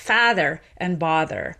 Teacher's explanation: If you're an authentic Bostonian, you'll say something more like father and bother, where they're actually not merged.